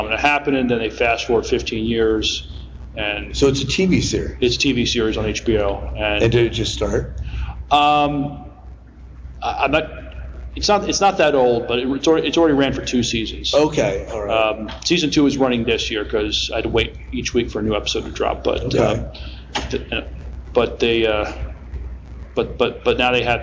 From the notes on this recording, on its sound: Our Live Show at Farpoint 2022.